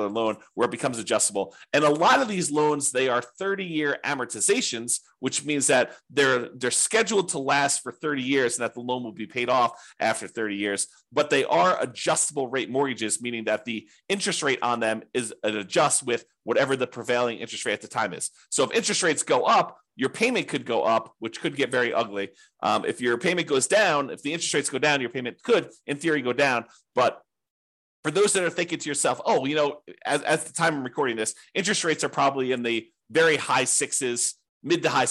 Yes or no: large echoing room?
no